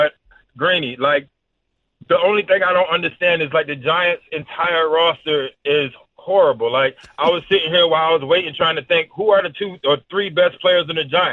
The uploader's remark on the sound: we open the phones